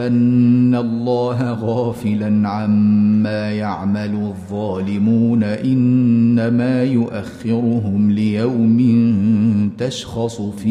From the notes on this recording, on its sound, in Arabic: مسجل من صلاة التراويح بمسجد السلام بحي مشرفة بجدة.